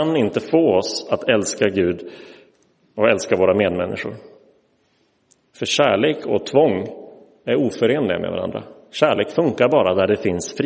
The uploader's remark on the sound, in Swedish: Inspelad i Roseniuskyrkan den 7 maj 2023.